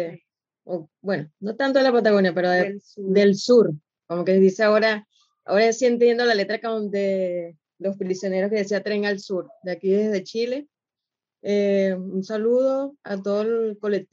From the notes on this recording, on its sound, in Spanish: este episodio grabado en videoconferencia